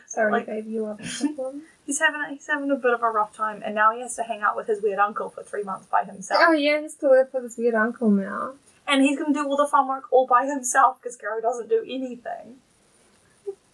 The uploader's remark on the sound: Sorry this episode is so quiet, we had major technical difficulties.